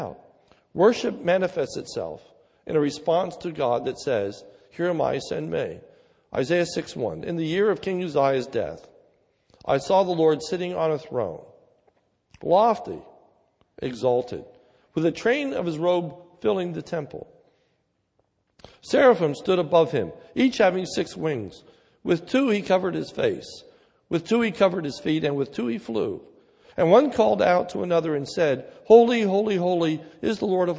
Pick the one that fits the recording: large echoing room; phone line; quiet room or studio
large echoing room